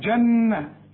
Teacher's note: النون الاولى جنة، النون لازم تغن